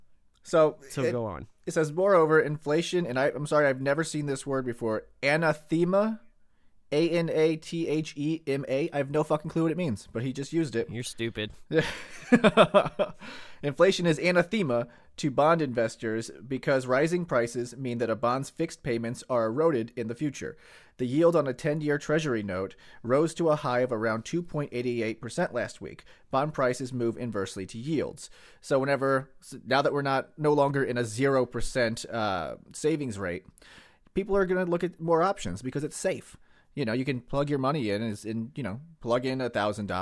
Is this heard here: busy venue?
no